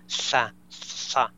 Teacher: اللثغة اللي هي الطفل يخطأ في آه، حروف الصفير اللي هي سا صا زا آه، ممكن يطلعها بالشكل التالي سا صا يطلعها جانبية